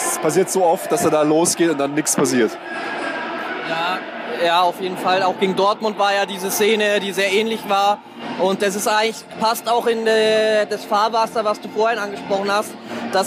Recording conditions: busy venue